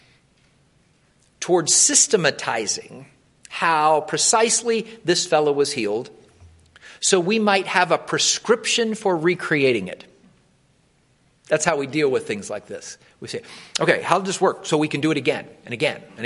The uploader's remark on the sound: Wilmore Free Methodist Church Morning Worship